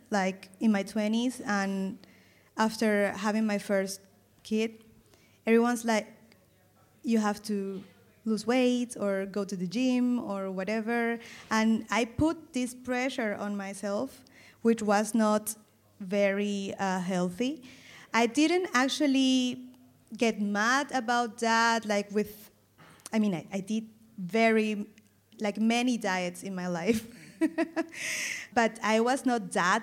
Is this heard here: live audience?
yes